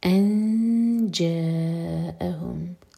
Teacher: جیم کے لیے اخفاء اور پھر جا، چار حرکہ لمبا، مد متصل، ہمزہ پر کٹ آف ساؤنڈ اور آگے میم اور میم کا ادغام ہے.